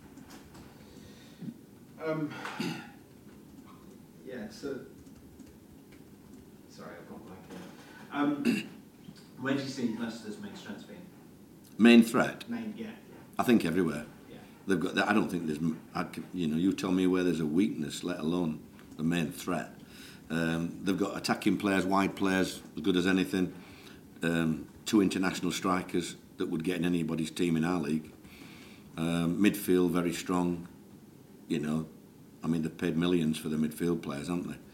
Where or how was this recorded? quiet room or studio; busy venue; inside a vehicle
busy venue